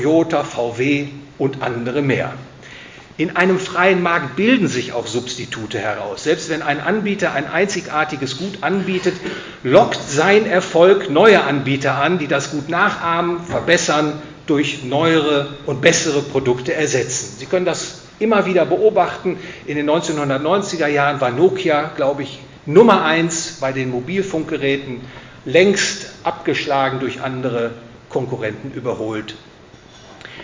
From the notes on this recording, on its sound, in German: gehalten auf dem Vortragsabend des Hayek-Clubs Oldenburg